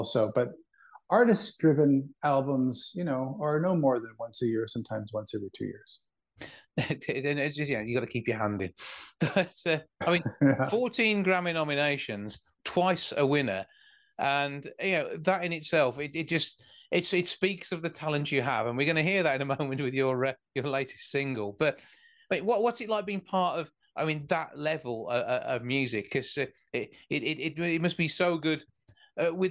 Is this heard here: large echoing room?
no